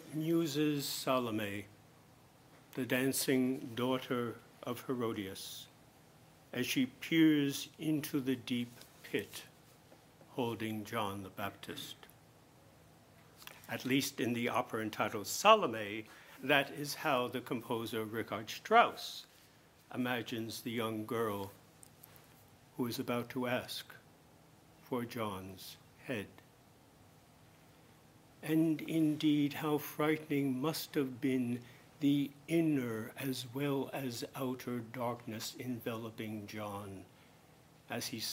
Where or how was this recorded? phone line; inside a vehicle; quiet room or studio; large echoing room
large echoing room